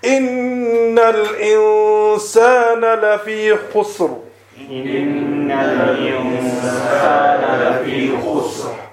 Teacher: The ra is ra mawkuf, and the sin is a sakin other than ya sakin, and the letter before it, which is a kha, has a dhamma on it. Hence, the ra will be read with a full mouth